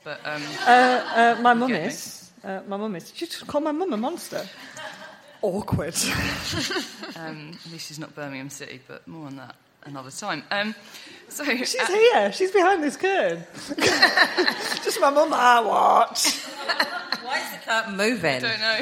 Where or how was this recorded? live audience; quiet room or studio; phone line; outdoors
live audience